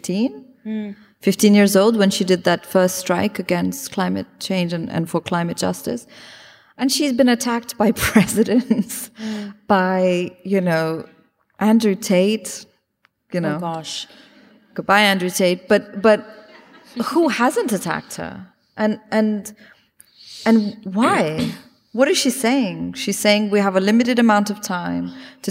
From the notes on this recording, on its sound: This event was recorded on Wednesday 8 March 2023 at The Capitol.